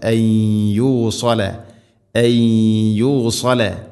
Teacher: സാക്കിനായ നൂന് ശേഷം യ, നൂനിനെ യാഇലേക്ക് കൂട്ടി ലയിപ്പിക്കണം, മണിച്ചുകൊണ്ട് ഉച്ചരിക്കണം.